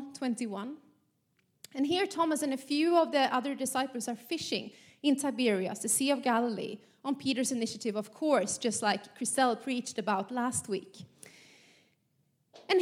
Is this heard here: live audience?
yes